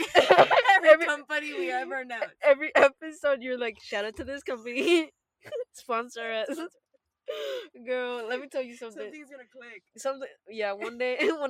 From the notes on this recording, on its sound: This chatty episode recorded from our car.